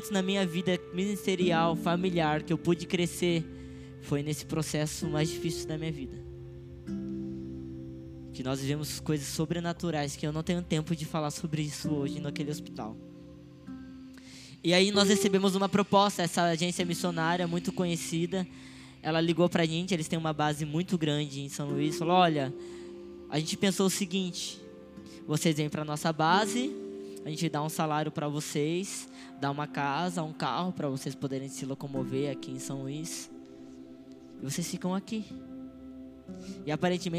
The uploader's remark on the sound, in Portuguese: Áudio do culto de Domingo do dia 11/12/2022.